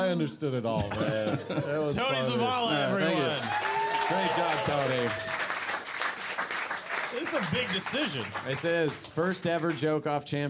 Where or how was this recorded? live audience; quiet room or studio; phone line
live audience